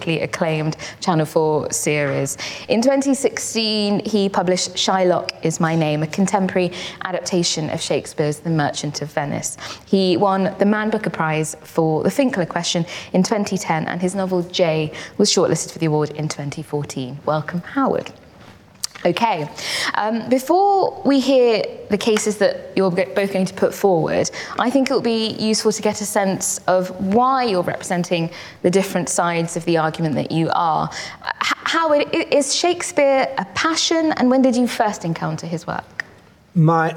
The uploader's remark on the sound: This event was recorded on the 9th of June 2022, at Sotheby's in London